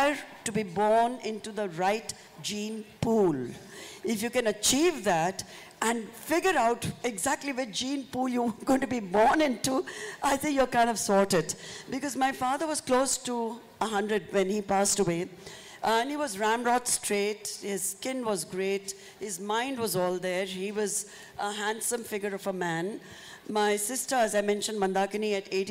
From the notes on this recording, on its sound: This is a live session from Jaipur Literature Festival 2023!